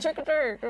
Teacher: It's a great tongue twister because we have the lax I and then the tense E.